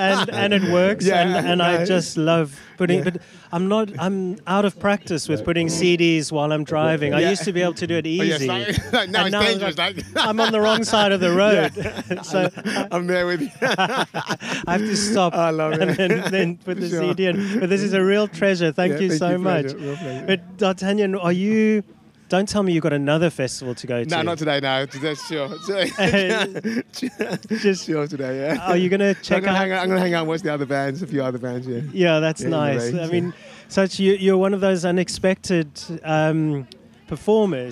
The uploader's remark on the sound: These are the conversations recorded on the second of two days at the Riverside Festival, Charlbury, Oxford. Following their performances on the main stage.